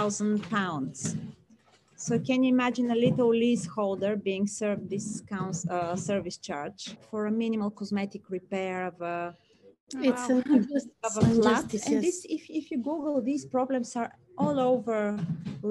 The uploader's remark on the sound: There were some sound and connection issues over Zoom (they were calling from Paris, not me, as it may have sounded in the intro!).